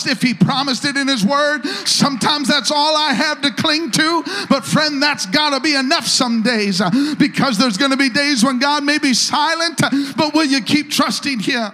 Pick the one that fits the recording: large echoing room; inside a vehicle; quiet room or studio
large echoing room